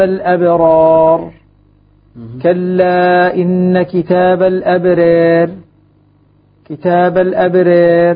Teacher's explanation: الراء سكنت. نعم. لكن بقيت ممالة